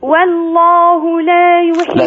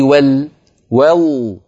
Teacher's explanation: رقق الواو لكن على طول فخم اللام · Shown in: first take · والله لا يحب، لا تقولي ول ول على طول لام مفخمة.